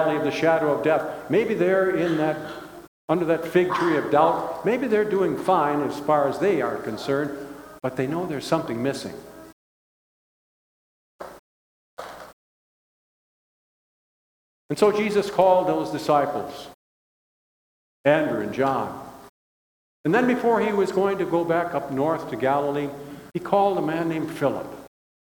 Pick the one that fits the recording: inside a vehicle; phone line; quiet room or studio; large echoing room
large echoing room